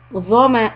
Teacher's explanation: so ظَا is heavy and hamza will connect with wow